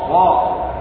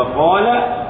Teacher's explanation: صا أقوى من قاف، فإن قاف فيها انفتاح، أما الصا فيها إطباق، وحرف الاستعلاء فخص وخصوصا الإطباق أقوى، نحو قال والعصا.